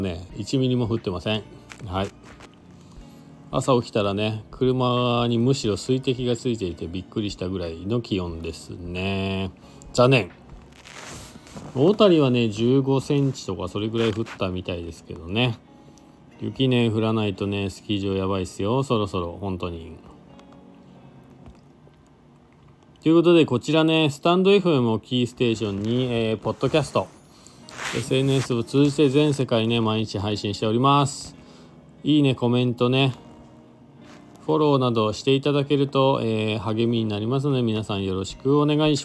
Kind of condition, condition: setting, inside a vehicle